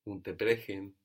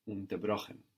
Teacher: the ch also is soft with the e before, as in brechen, and then hard with the o before, as in brochen